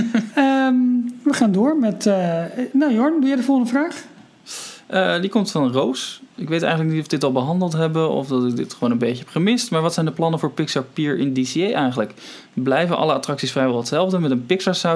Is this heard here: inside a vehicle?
no